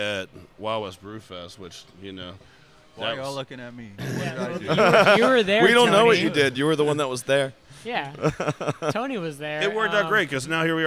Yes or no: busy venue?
yes